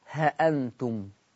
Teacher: ورش عن نافع يقرأ هذه اللفظة بحذف الألف. خلي بالكم من اللي بقوله، أول حاجة لورش عن نافع أن هذه اللفظة تقرأ بحذف الألف، فتقرأ ها أنتم.